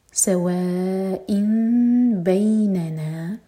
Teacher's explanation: کلمات سواء سواء و مد متصل اور یہاں پر حمزہ پر کسرہ کی تنوین تھی، نیکسٹ ورڈ با سے شروع ہو رہا ہے تو تنوین میں نون کا ساؤنڈ میم میں چینج ہوا تو اقلاب